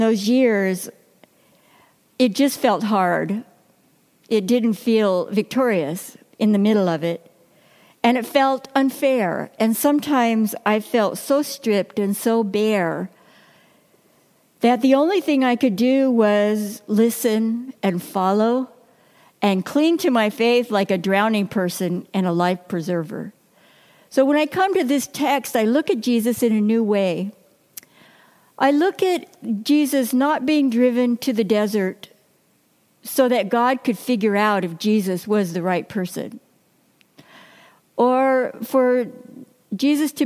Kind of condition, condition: setting, large echoing room